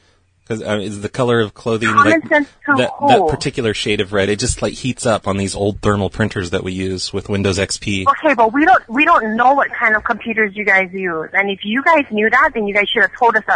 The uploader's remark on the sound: RBCP's Personal Prank Phone Calls Collection: portrait studio - fire. "portrait studio - fire" from archive.org was assembled into the "RBCP's Personal Prank Phone Calls Collection" podcast by Fourble.